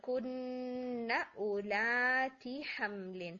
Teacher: جو کن ہے اس نون کو لمبا نہیں کرنا، او والے واو کو لمبا نہیں کرنا